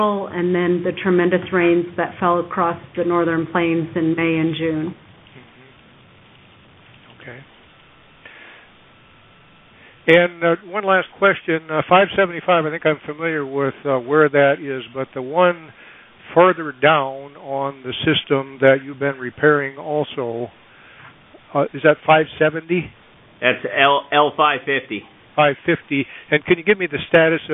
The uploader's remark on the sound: Twice monthly conference calls to keep the basin informed.